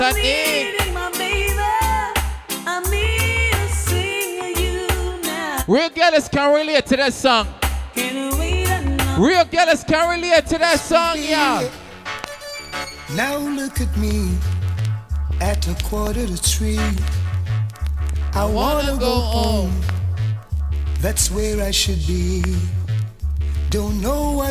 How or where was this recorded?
busy venue